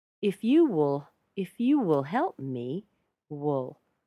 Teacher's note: Will is reduced to wool.